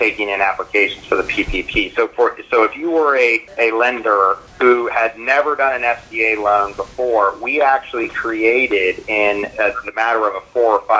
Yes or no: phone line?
yes